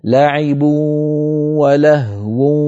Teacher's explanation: هذه الإدغامات بغنة لابد للقارئ عند نطقها أن يوازن بين الواو والغنة في آن واحد، ينطق القارئ صوتين معا، واو من الشفتين ومعها غنة من الخيشوم، نصف الصوت من هنا ونصف الصوت من هنا، ولا يغلب أحدهما الآخر. · Term: إدغام بغنة